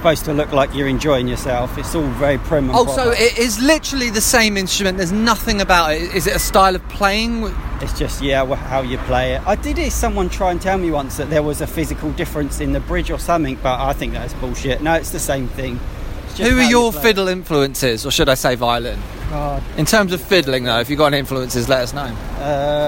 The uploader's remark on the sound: quick, heavy breathed walking tour of the English town of Bristol